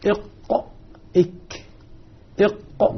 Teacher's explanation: المتذوق لها يرى أن الكاف أدنى قليلا، الكاف أدنى